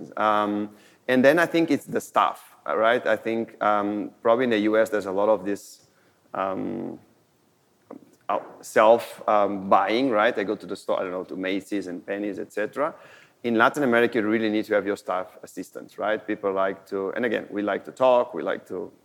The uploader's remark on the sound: This episode was recorded live at the Modern Retail DTC Summit held in Miami.